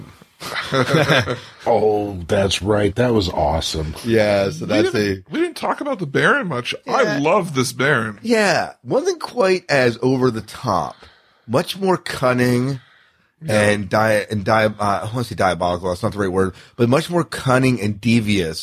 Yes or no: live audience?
no